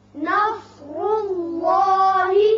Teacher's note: نون باریک ہوگا، صاد پر ہوگا، را بھی پر ہوگا، اس لیے کہ اس کے اوپر پیش ہے · اللہ جو ہے اس کے اندر جو لام ہے یہ پر پڑا جائے گا، اس لیے کہ پہلے پیش ہے